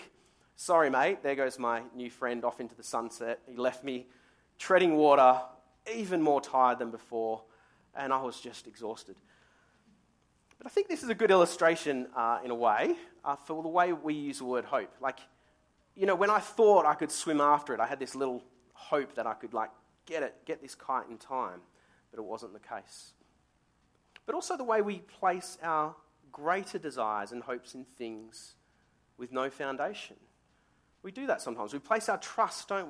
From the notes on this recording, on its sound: Sermon recorded live from Morley Baptist Church.